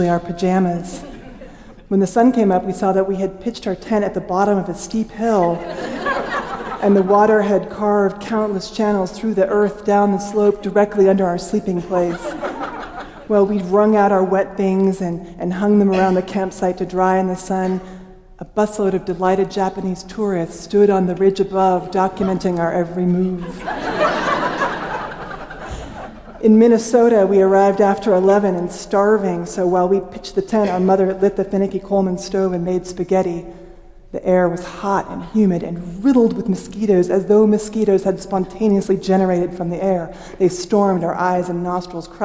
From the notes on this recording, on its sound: Paragraphs were shifted out of their natural order to work with the music, and the orchestral arrangements were shuffled and modified to jive with the beats of the story. This story was originally recorded at Augustana Arts.